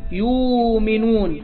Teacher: الهمزة هنا ساكنة وقبلها ضمة، فنجعل الهمزة هنا واو. يؤمنون والهمزة تسقط، تمام. · Term: إبدال